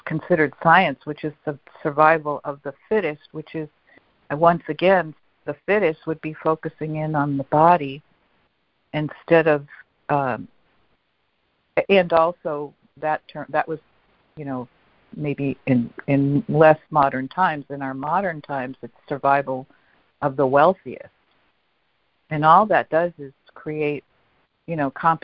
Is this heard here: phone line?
yes